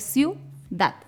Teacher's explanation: Ah, por ejemplo, ciudad, yo separo en sílaba y digo ciudad. Entonces la I con la U quedan juntas, por lo tanto hay una unión vocálica que se pronuncia en una sola sílaba